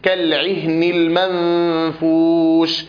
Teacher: وكذا إذا جاءت الهاء ساكنة بعد بعد حرف العين، لأن بينها وبين العين قرب في المخرج، فالهاء من أقصى الحلق والعين من وسط الحلق